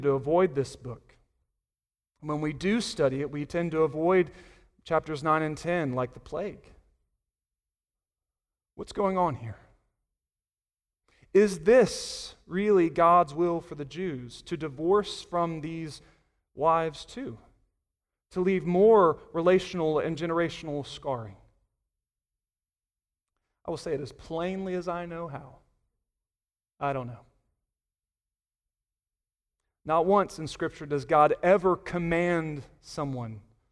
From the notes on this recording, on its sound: Sunday Morning Sermon Audio